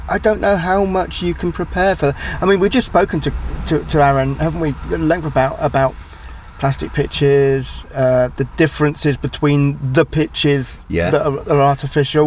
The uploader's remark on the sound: In the car studio. Stuck in a crowded Seale Hayne car park.